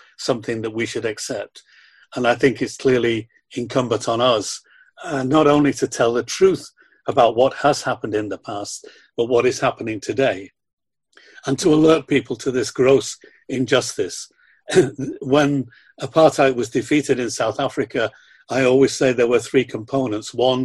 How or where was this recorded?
video call